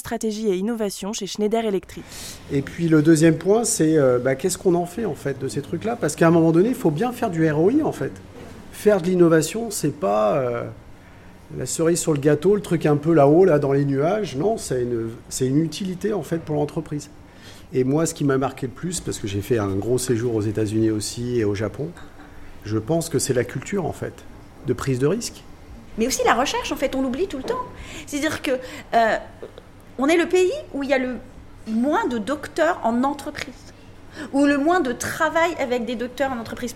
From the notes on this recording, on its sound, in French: Pour en parler, Sparklab a organisé sa première soirée Curiosity. Une table-ronde au Café Joyeux, à Lyon, a réuni trois intervenants venus partager leur expérience.